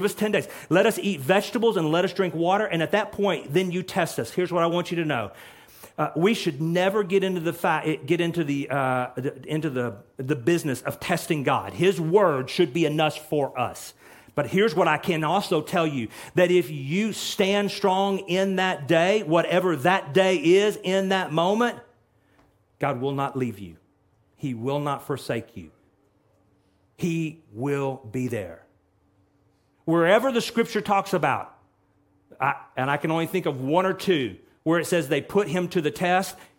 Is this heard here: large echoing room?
yes